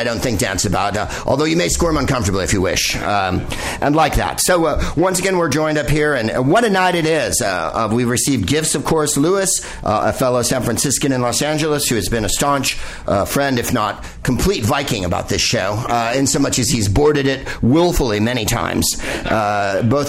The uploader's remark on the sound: Live from Bar Lubitsch.